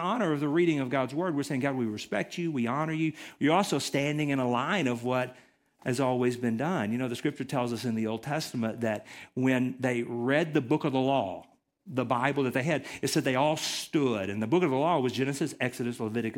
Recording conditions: large echoing room